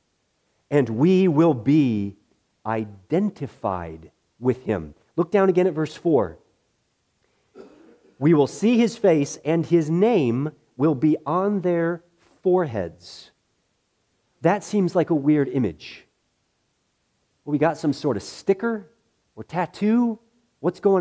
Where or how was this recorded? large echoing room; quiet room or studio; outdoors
large echoing room